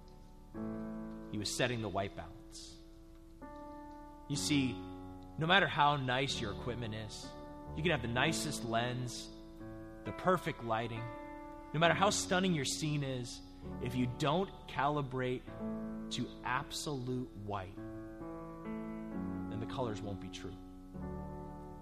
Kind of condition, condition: setting, large echoing room